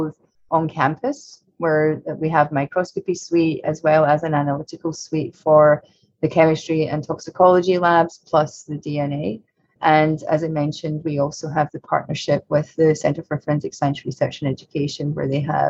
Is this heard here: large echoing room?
no